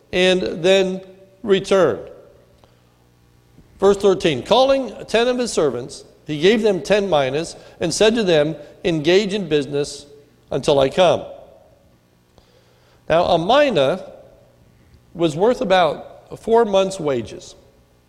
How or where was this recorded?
large echoing room